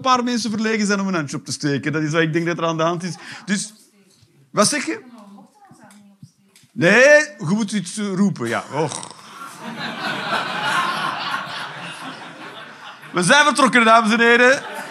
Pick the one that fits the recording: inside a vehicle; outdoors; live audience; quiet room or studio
live audience